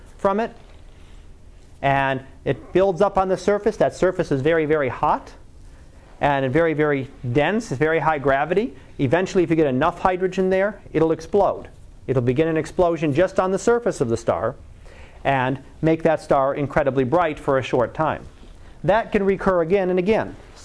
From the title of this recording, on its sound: Live Class Lecture